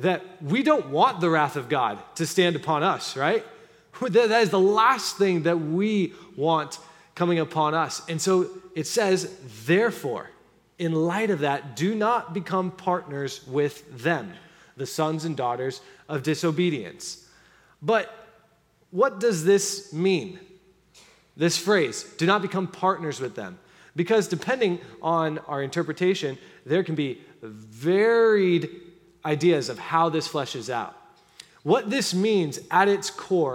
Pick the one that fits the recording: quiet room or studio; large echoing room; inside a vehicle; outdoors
large echoing room